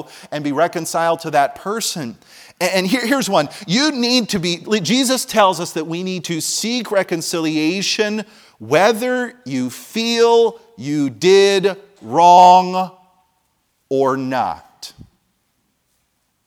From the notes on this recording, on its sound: from the chapel platform of Baptist College of Ministry during the 2024 Spiritual Awakening Conference